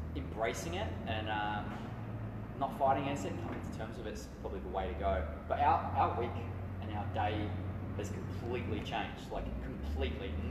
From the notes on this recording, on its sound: Apologies for the poor audio, bare with us, this podcast was off the cuff.